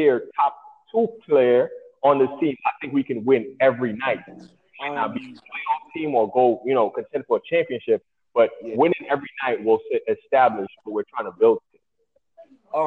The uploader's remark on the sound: Calls me while I’m at work during the NbA draft.